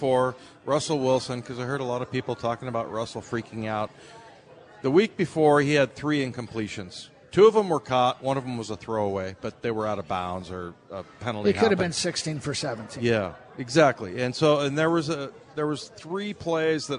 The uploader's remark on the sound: live at Pearl Bar and Dining